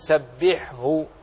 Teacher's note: سبحه كذلك أظهر الحاء من الهاء وإن كان من مخرج واحد الحاء أو متقاربان، الحاء من وسط الحلق والهاء من أقصى الحلق